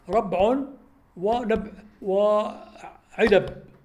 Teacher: الباء في الوسط أخف من الباء في الوقف، يلحقها صويت شديد، والدال كذلك، حتى إنها في حروف القلقلة.